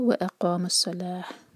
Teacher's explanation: ہے تو ہم پڑھیں گے صلاح، اس کو صلات نہیں پڑھنا، تا مربوطہ پر جب بھی رکتے ہیں تو وہ ہا بن جاتا ہے